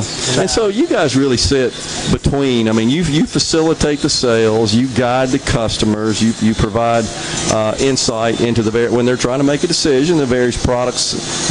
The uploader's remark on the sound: MidDays is LIVE from the Grand Opening of the new Richland location for Ace Bolt & Screw. Under the SuperTalk tent.